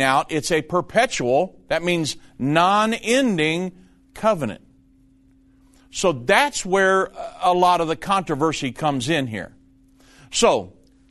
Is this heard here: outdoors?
no